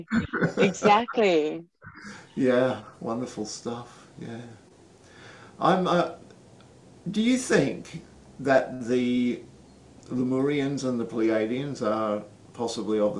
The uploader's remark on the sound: zoom call